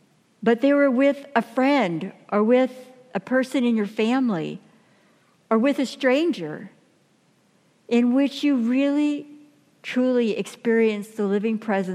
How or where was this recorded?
large echoing room